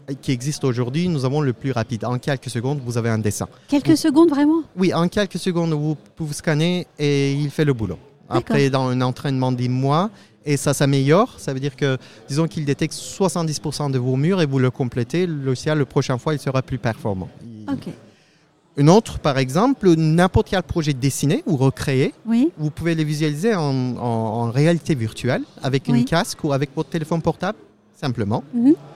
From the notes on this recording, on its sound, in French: Un entretien enregistré au RENT 2022.